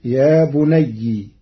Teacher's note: قرأ ورش كلمة يا بني بكسر الياء، فتصير يا بني.